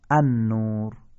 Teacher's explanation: چون لام نزد این 13 حرف ادغام میشه و در اثر ادغام تبدیل به حرف بعدی میشه، لذا ما لامو نمیخونیم، حرف بعدی رو مشدد میخونیم